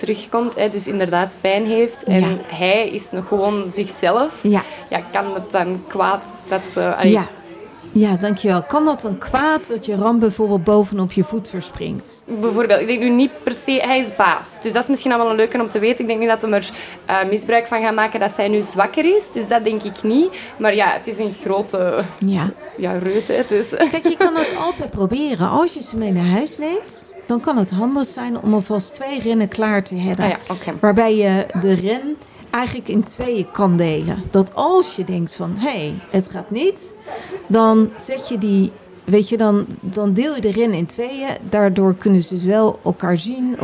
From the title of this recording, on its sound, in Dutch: Live vanaf Animal Event